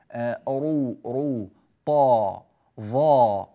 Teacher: فنلاحظ أن فيها سمنا اعتراها عند نطقها فامتلأ الفم بصداها. أما الترقيق فنحول يعتري الحرف عند النطق به فلا يمتلئ الفم بصداه. · Term: حروف مفخمة